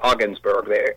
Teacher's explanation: They make the D silent, which is unusual because a D is not usually silent in that way.